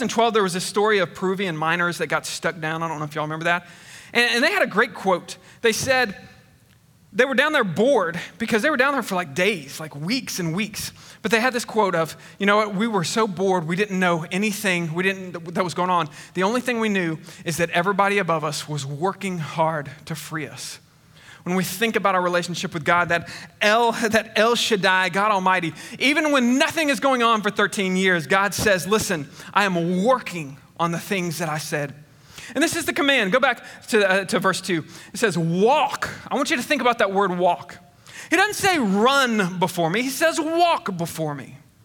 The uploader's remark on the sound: Recorded on 8/15/21 at Connection Point Church. Recorded on 8/15/21 at Connection Point Church.